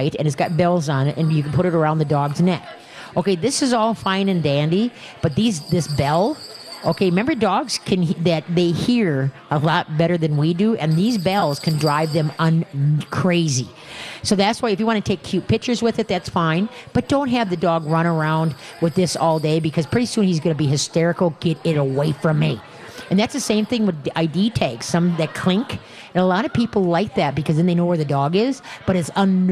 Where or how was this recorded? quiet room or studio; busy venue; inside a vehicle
busy venue